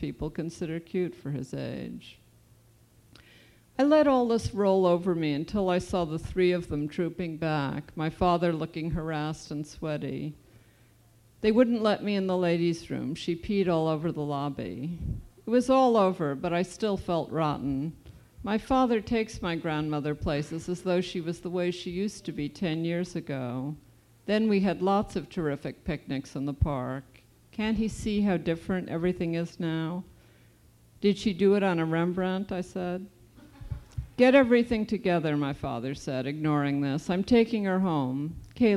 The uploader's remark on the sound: Authors take turns reading books, many illustrated, to an audience of children and adults.